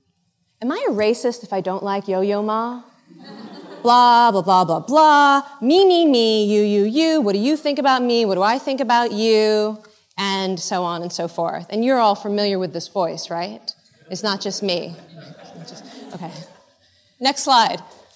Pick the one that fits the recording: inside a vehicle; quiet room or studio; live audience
live audience